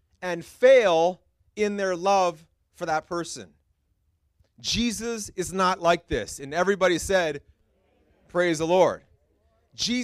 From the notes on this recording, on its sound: This message was preached at Freedom Life Church International in Kitchener, Ontario